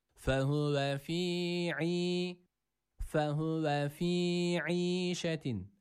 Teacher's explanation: Çünkü burada elif harfi yok. Burada boğaz harfi olan ayn harfi var. Boğazımızı sıkıyoruz. Bu harfi çıkartmaya çalışıyoruz.